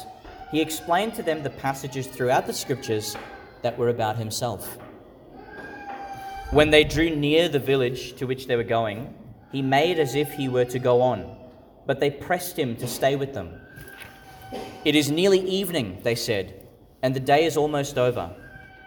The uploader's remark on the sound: Homily for the Third Sunday in Eastertide, delivered in St Patrick's Catholic Church, Calliope, Qld.